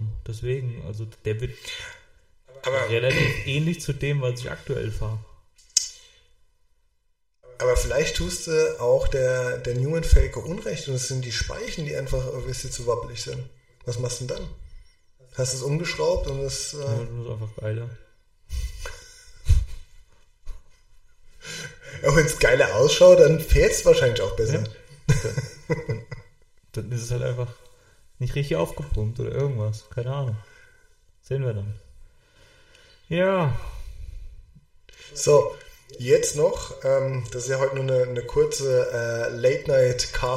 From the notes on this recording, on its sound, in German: Ton leider mit etwas Hall.